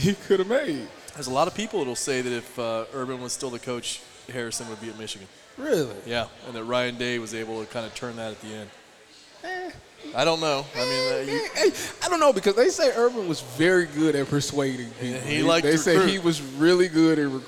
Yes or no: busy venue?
yes